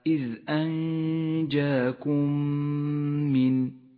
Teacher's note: الحكم التالي هو حكم الإدغام الشفوي في قوله تعالى إذ أنجاكم من، الميم الساكنة تدغم بالميم المتحركة فتصيران ميما واحدة مشددة تحتاج إلى غنة مقدارها حركتان